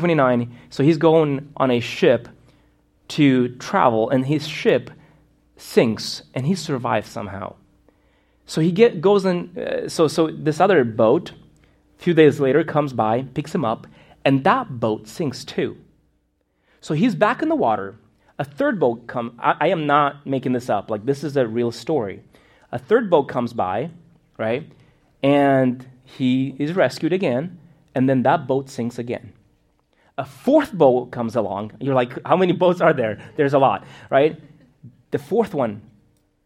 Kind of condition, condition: setting, large echoing room